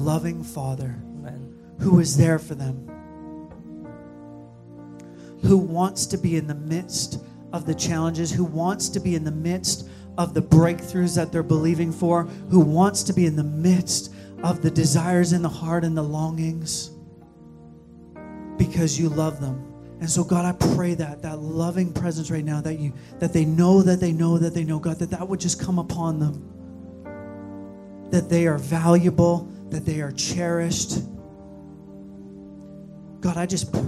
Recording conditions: large echoing room